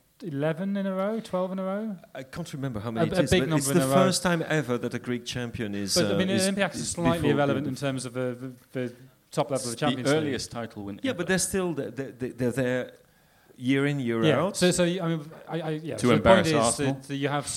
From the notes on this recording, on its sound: Live Q&A event held at Dublin's Sugar Club on 3rd March 2016. The first half of the Blizzard's live Q&A event held at Dublin's Sugar Club.